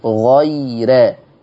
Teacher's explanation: برضو الآية دي ما فيش أحكام كتير، ويقولون طاعة إلى قول الله تعالى غير، رققنا الراء لورش. لماذا؟ لأن الراء مفتوحة وقبلها ياء لينة